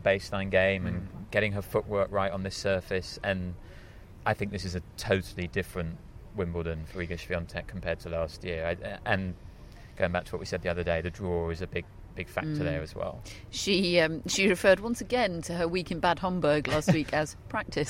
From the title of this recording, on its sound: Live from Wimbledon Day 1